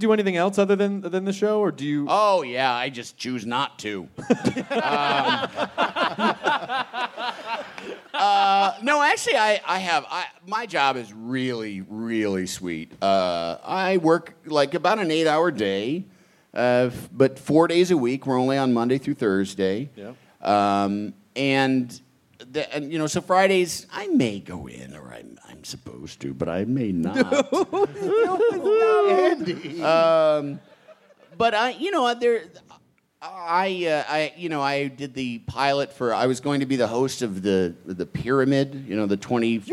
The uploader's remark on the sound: Live from LA! It's the fun filled live show from the Nokia Theater in downtown Los Angeles!